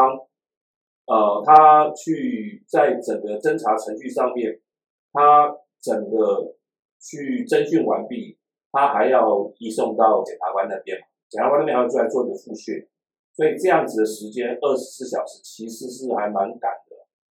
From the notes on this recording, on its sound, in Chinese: 本集錄音出了一點狀況，還請多多包涵